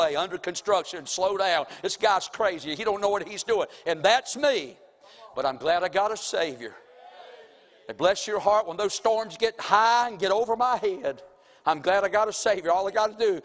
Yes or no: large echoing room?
yes